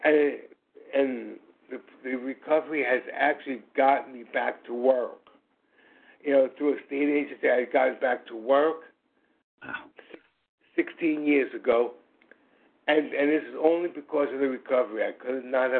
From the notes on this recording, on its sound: from the 100 Pounders Phone Meeting